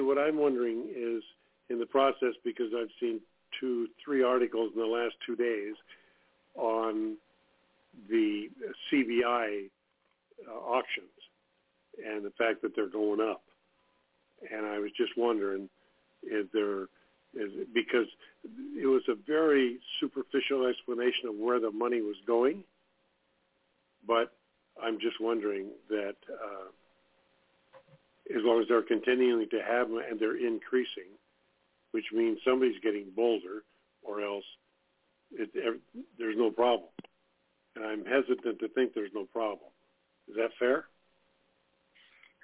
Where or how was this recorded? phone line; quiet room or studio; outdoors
phone line